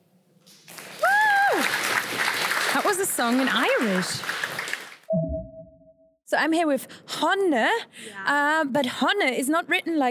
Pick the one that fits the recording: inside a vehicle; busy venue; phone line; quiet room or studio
busy venue